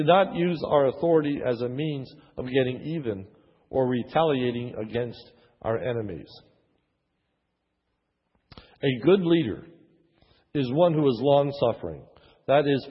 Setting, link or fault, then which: setting, large echoing room